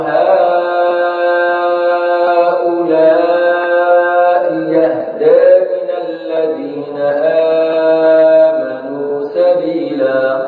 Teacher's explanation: هذه الهمزة أبدلها ياء خالصة وصلا